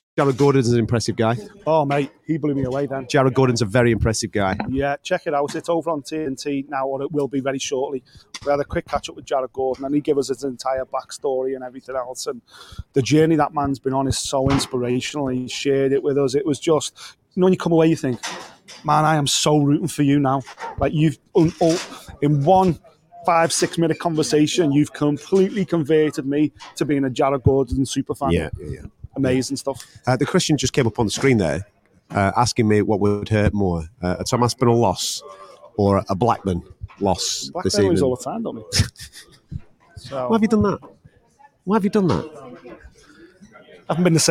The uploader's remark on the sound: Listen back to the LIVE stream we did from the official weigh-ins for UFC 295 in New York.